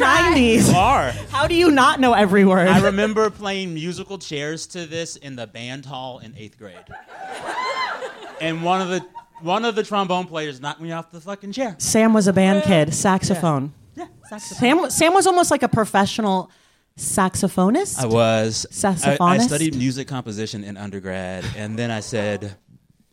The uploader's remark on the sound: This edition of The Stacks Unabridged features audio from our Los Angeles stop on the Live in The Stacks tour.